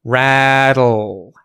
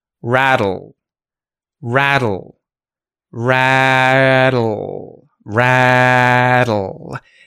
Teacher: the tongue is going up to make the T sound, but it stops, and the sides of the tongue come away from the teeth to let air out. Rattle. And it's almost instantaneous. · Term: syllabic L with lateral release